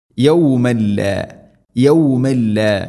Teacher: തൻവീന് ശേഷം ലാം ഇദ്ഗാം ബിലാ ഗുന്ന മണിക്കാതെ കൂട്ടിലയിപ്പിക്കണം